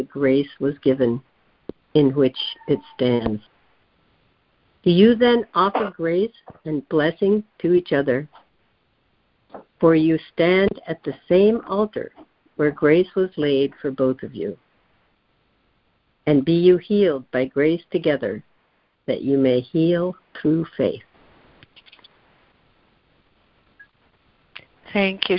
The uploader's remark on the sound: ACIM Daily Conference Call